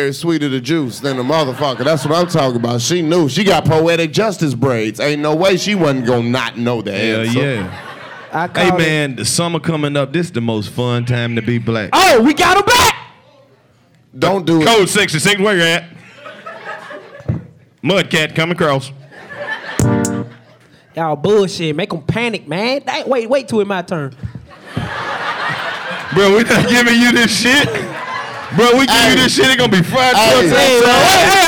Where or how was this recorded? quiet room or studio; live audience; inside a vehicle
live audience